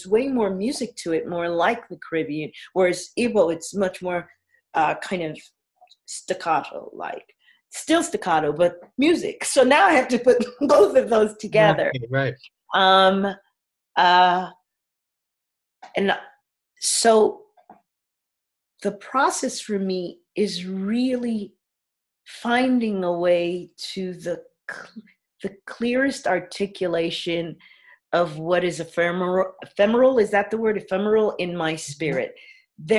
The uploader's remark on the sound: via Zoom